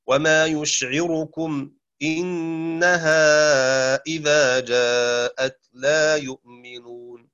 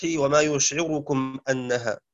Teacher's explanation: قرأ شعبة بكسر الهمزة بخلف عنه، أي قرأ بالكسر والفتح